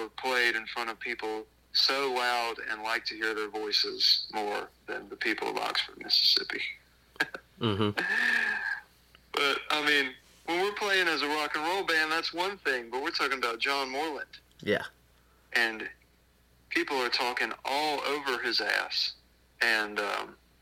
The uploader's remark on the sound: burnt the phone lines out to Athens, GA